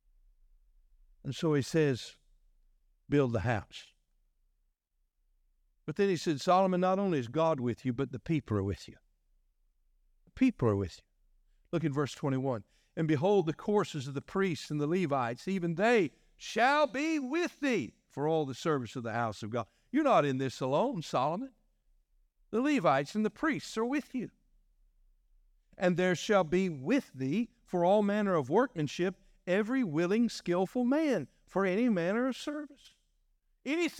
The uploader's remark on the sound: was delivered on August 27, 2023 during our morning service.